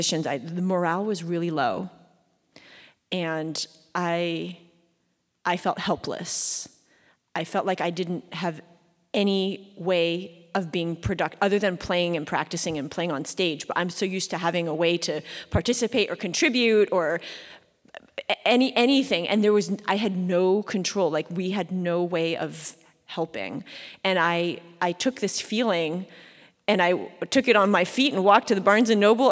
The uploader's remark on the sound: Live from the National Orchestral Institute. First show on the road in front of a live audience! Gildenhorn stage at The Clarice at the University of Maryland.